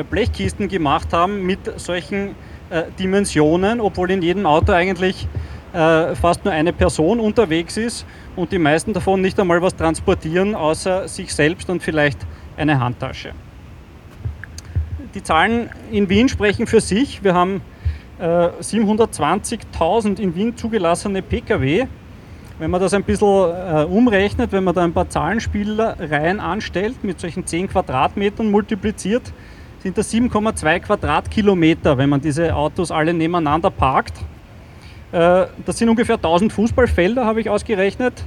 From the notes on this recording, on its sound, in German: Gehzeug-Demo. Ungeschnittene, unbearbeitete Aufnahme der Reden auf der Demonstration für eine Verkehrswende. Juni 2021 in Wien.